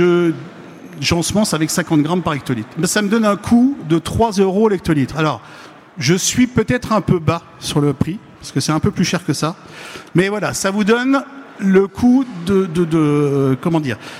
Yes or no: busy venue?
yes